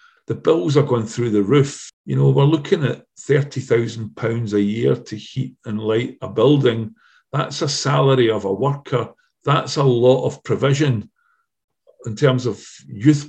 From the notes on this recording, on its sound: Last autumn, I was joined on Zoom.